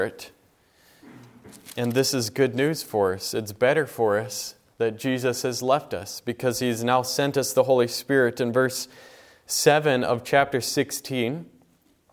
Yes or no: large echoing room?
yes